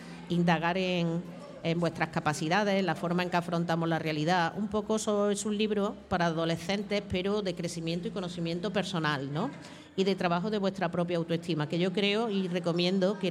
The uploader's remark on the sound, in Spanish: El alumnado de 4º ESO ha grabado un podcast en directo en la entrada de nuestro Centro con motivo del Día Mundial de la Radio.